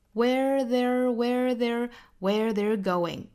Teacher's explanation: 这个 where 和 there 都是要做卷舌处理的